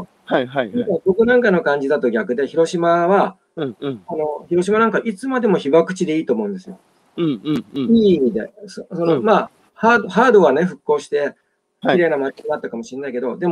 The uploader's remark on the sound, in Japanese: 歩きながら1時間、対談する。